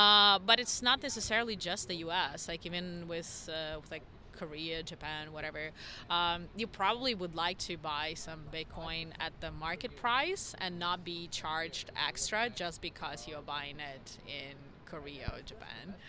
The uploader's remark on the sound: Live from Consensus 2023!